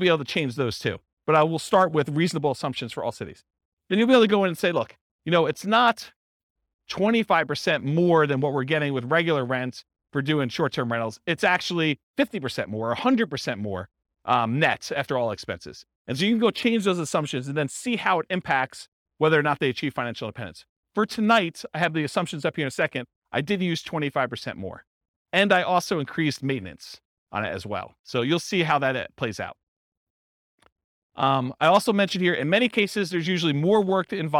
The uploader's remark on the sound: This was a live class recorded